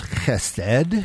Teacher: It's that guttural at the back of the throat